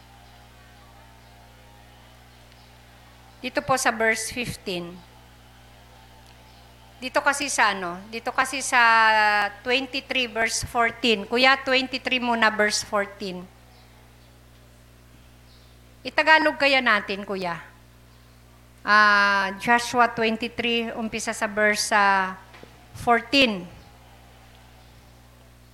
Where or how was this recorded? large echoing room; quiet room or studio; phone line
large echoing room